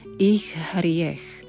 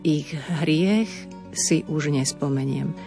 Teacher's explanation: A na ich hriech, veľmi ťažké spojenie týchto dvoch slov, ich hriech. Neznelé dve ch za sebou, pretože toto h na začiatku slova hriech sa nám mení na ch. A preto opäť zrozumiteľne a pomaly.